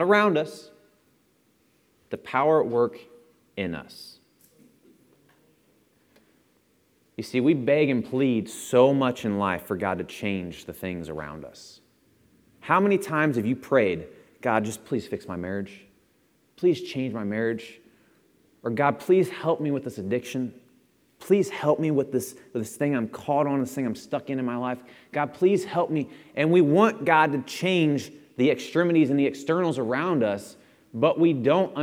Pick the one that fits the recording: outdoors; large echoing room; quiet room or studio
large echoing room